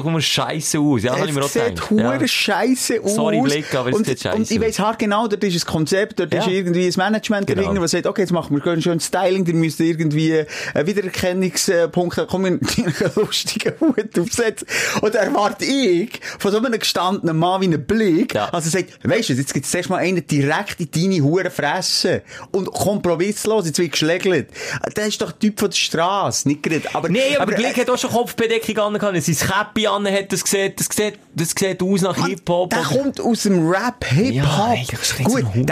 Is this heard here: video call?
no